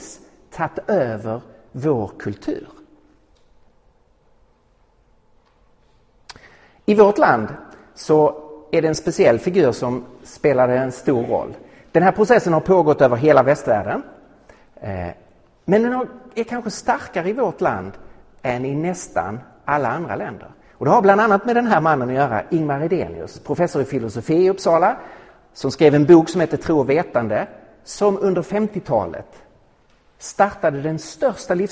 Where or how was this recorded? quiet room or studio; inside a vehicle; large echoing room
large echoing room